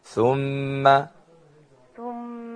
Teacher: ثم نون مشددة ميم مشددة الاثنان عندهما غنة